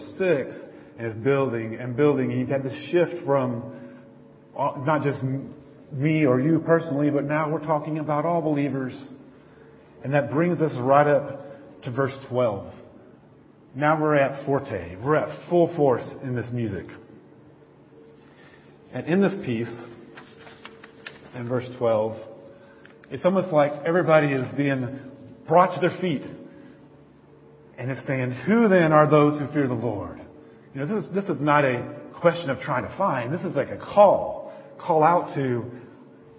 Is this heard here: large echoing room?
yes